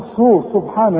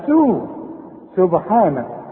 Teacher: فيبقى هنا الوقت لازم، ما توصلش وقول وقالوا اتخذ الله ولدا سبحانه. سبحانه رقق السين قوي احسن تطلع معاك صاد · Shown in: second take · تقول صو سبحانه، لا سو سبحانه رقق.